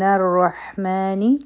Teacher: په الرحمن کې به را غټه وایو او ح به د حلق نه وایو. ما به دوه حرکا را کاږو.